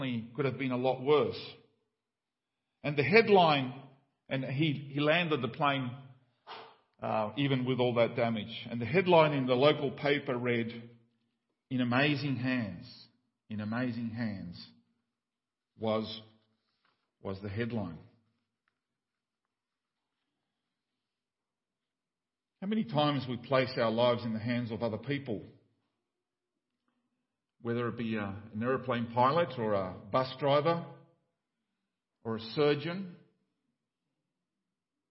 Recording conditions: large echoing room